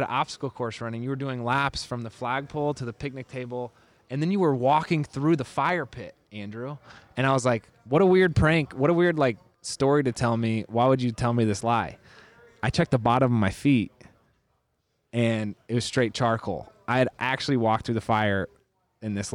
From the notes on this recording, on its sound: we’re recording LIVE at the Miami Super Bowl from Sleep Number’s booth in the Super Bowl Media Center